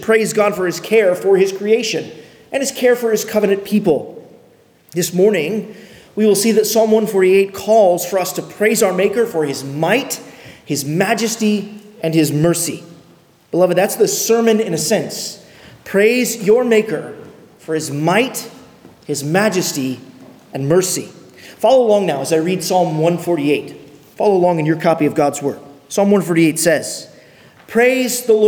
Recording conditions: large echoing room